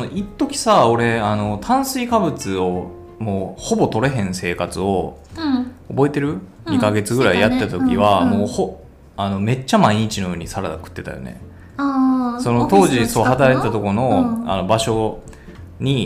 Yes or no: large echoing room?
no